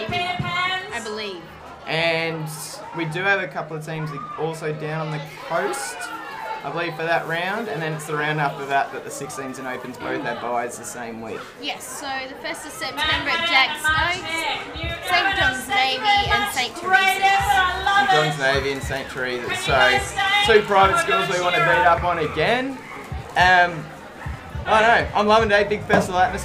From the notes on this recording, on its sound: Live from the Quad. Recorded this episode amongst the hustle and bustle of Book Week in the school's quadrangle.